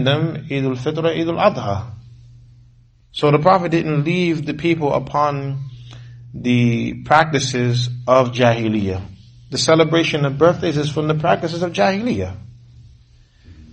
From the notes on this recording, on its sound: Lecture given at Masjid Nur Allah, Queens, NY